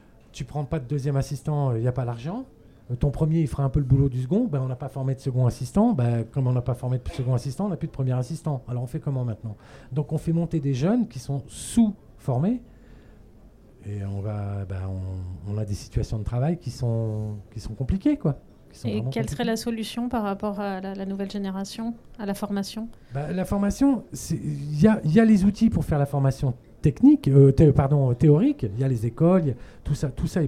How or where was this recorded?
busy venue